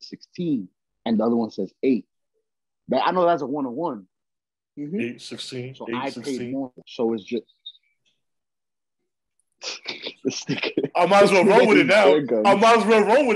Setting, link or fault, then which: link, video call